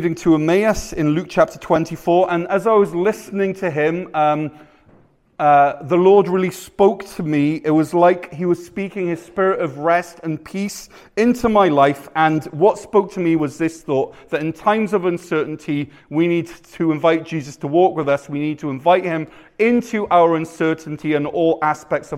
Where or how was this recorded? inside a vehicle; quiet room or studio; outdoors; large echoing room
large echoing room